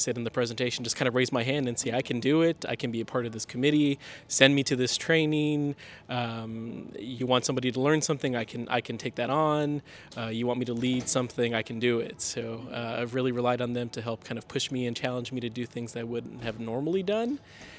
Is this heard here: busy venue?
yes